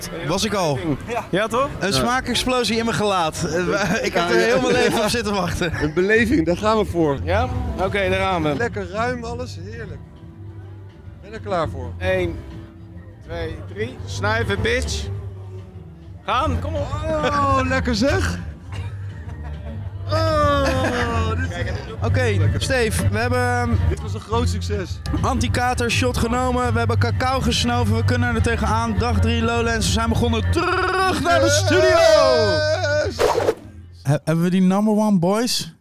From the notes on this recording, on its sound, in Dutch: Live vanuit de artist village op Lowlands is dit de zaterdagaflevering van LLowcast. Doen verslag vanuit alle hoeken en gaten van het festival.